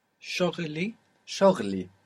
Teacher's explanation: You have to move the L to the next syllable.